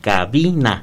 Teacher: la sílaba vi es donde lleva el acento, aunque no se escriba exactamente. · Term: acento prosódico